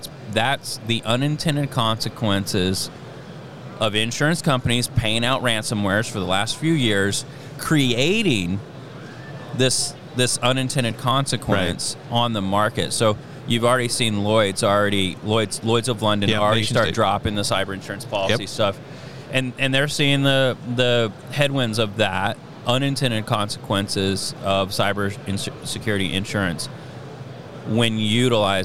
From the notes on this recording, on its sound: Recorded from the floor of the National Cyber Summit